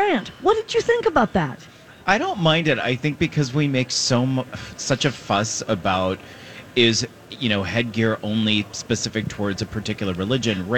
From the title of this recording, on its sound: Live at Minnesota Golf Show